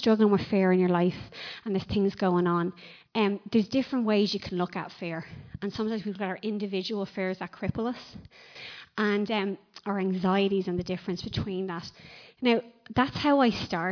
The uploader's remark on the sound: Recorded live at Liberty Church on 17th November 2019